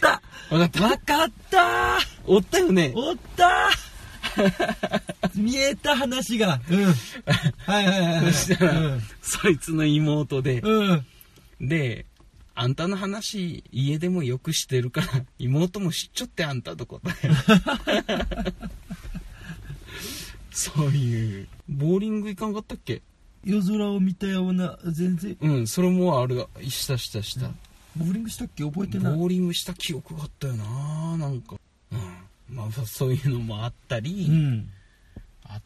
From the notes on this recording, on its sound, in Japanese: 私たちは宮崎のとある道の駅で収録しておりますが。